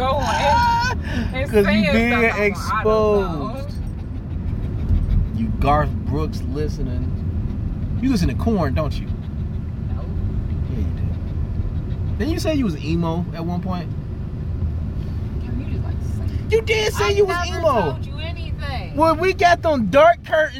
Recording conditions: inside a vehicle